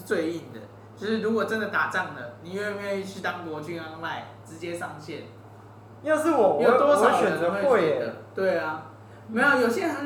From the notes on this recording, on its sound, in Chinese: 錄音地點｜ 藍色咖啡館 108台北市萬華區大理街131號